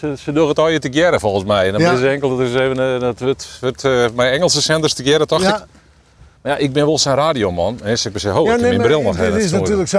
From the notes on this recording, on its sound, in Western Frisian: Op de pier yn Harns. Troch it plak fan de âlde misthoarn fan Harns en troch it radioljochtskip Jenni Baynton yn de Willemshaven.